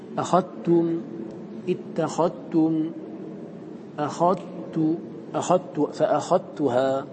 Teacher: ذال أخذت واتخذتموهم تدغم عندنا في التاء، نقول أخذتم اتخذتم أخذت أخذت فأخذتها، ولا نقول فأخذتها، بل نقرأ كما يقرأ عامة القراء بالإدغام.